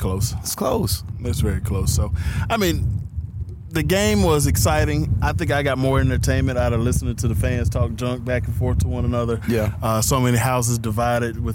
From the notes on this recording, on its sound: in this episode we outside again at The Premier Sports Academy